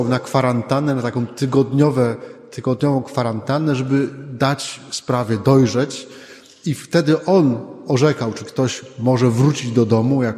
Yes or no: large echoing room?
yes